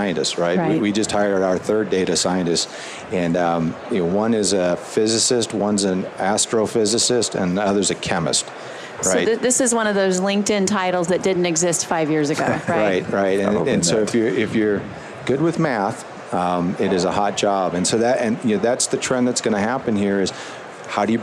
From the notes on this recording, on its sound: LIVE from Las Vegas, at #HRTechConf